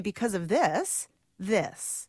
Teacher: It's a swoop up. It's a tag that we're not done yet. · Term: uptalk